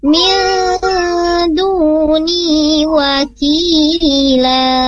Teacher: Kenapa? Nun mati ketemu dal di sana, hukumnya ikhfa